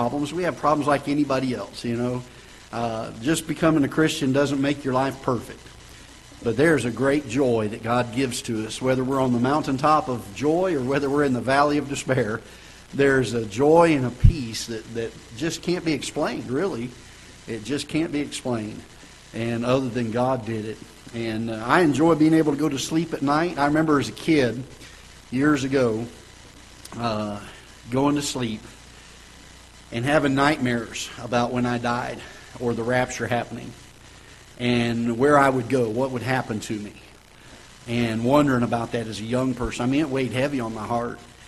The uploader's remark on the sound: Ketha Heights Baptist Church ~ Live Broadcast.